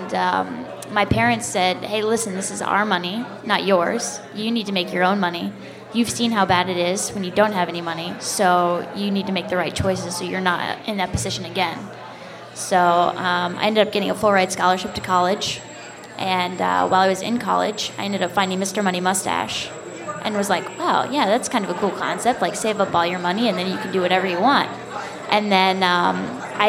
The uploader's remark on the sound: This episode is a little unusual because I interviewed fellow podcast listeners live at FinCon (a conference for financial bloggers).